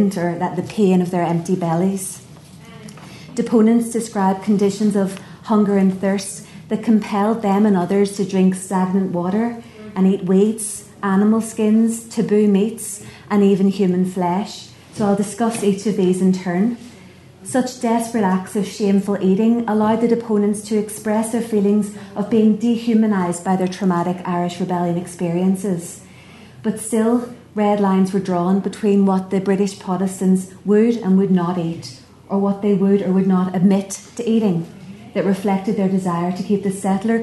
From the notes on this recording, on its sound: at the 2022 Tudor and Stuart Ireland Conference.